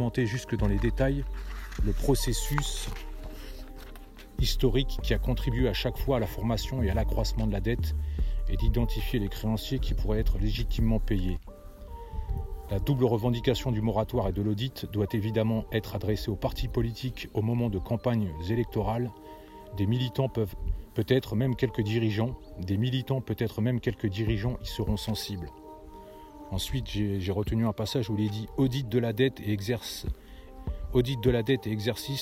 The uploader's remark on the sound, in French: Podcast enregistré en extérieur.